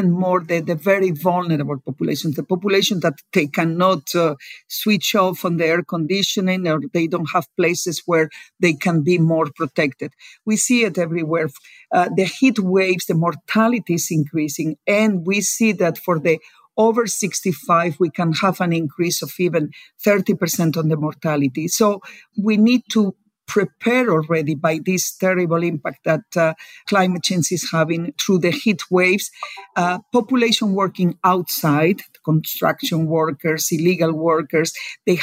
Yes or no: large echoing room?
no